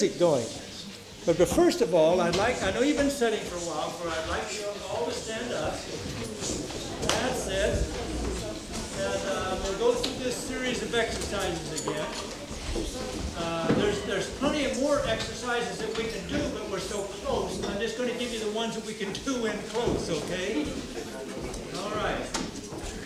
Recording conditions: large echoing room